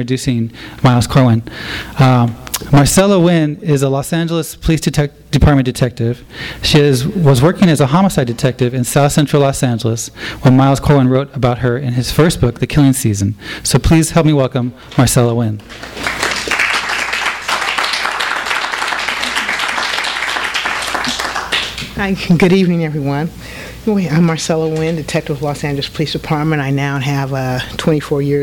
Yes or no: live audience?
yes